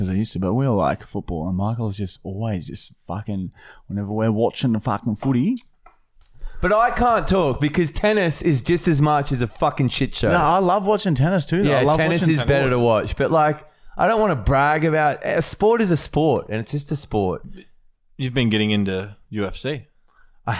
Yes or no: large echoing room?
no